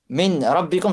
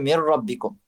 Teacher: C'est un idgham complet et total. Le nun et la runna disparaissent · Shown in: second take · Term: idgham kamil